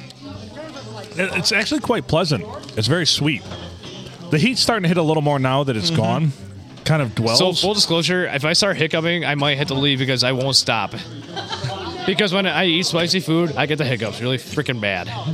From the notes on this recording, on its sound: Recorded on a Sunday at the World-Famous Blue Water Sports Bar and Grill in not so World-Famous Downtown Port Sanilac.